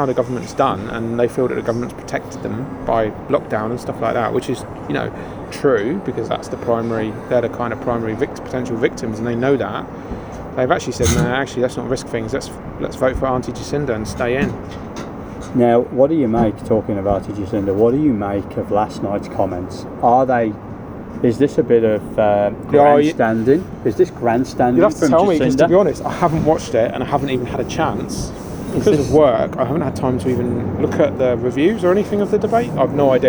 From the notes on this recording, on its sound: It was recorded in the backyard of a pub, so there is a bit of background noise that we just couldn’t filter out.